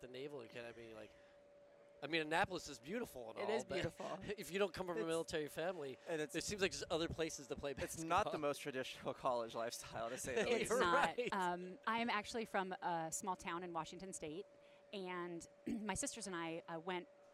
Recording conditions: busy venue